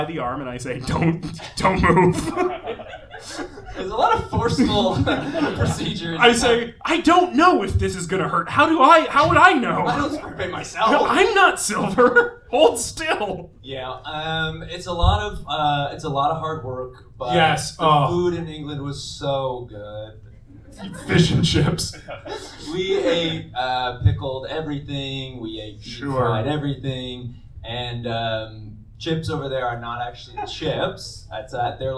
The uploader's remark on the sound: Recorded live at Toronto Comicon.